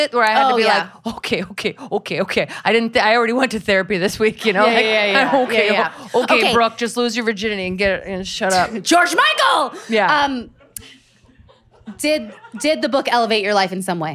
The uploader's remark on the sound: Celebrity Book Club went LIVE! On stage at Caveat in New York City.